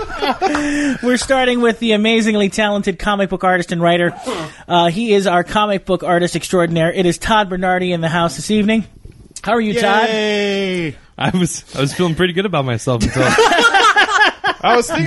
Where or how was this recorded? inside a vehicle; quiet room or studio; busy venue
busy venue